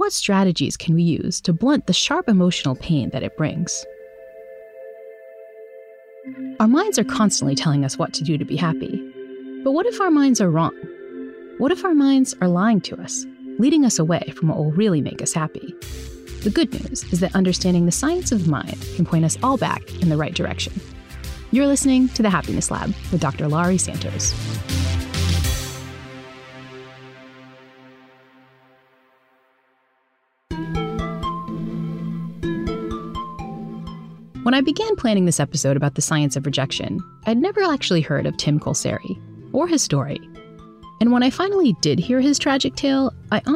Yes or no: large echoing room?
no